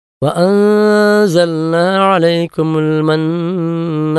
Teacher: വഅൻസൽന എന്ന് പറയുമ്പോൾ ഇഖ്ഫാ വിഗുനിയാണ്, മണിച്ച് അവ്യക്തമാക്കി ഓതണം എന്നുള്ളതാണ്.